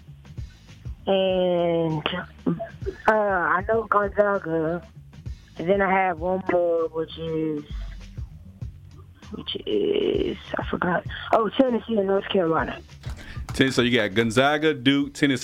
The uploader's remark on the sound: a surprise caller phone